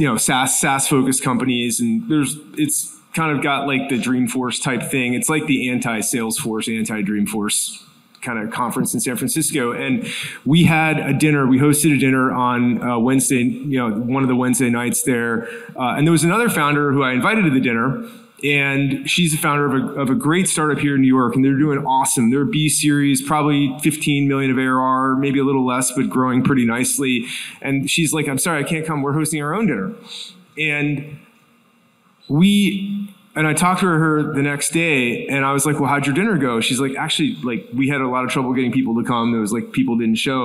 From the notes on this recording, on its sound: This conversation was recorded at the BUILD Summit in New York.